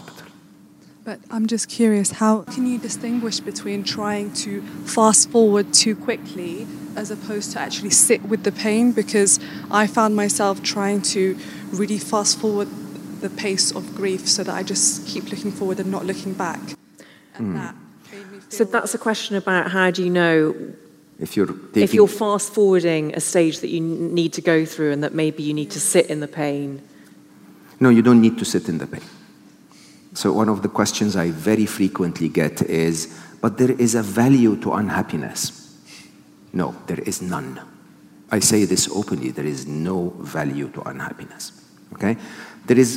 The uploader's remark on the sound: This episode was recorded live at Shoreditch Town Hall on 5th October 2022